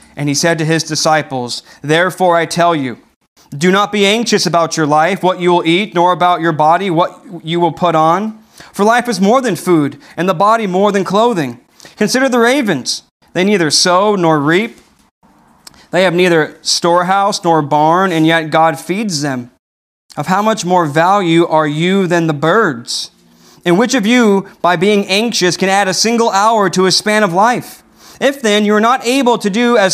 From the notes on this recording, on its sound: This message was delivered on January 17th, 2021 at Redeemer Community Church.